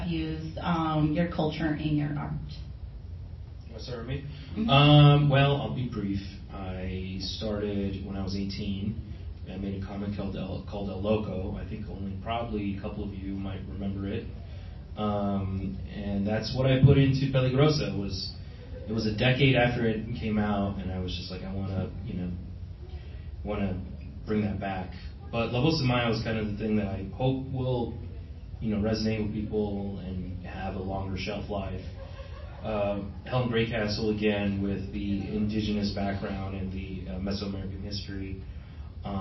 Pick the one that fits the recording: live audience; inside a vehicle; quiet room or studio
live audience